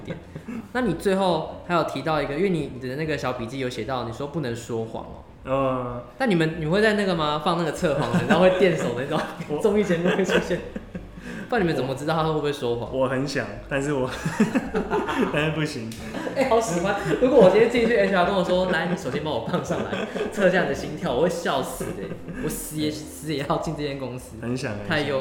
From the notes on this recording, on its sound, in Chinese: 這集來到回音的最高點，真的好需要一個讚的錄音場地啊～。但其實聽一分鐘之後就習慣了。